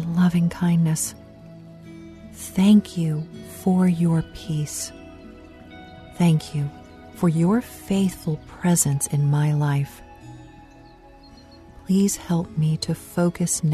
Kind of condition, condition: fault, sounds in the background